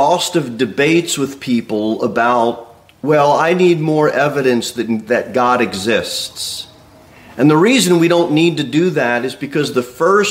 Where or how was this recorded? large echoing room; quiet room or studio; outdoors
large echoing room